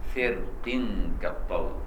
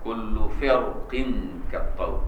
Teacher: الراء في فرق دي القراء لهم فيها وجهان، التخفيف الترقيق والتفخيم، وجهان عند جميع القراء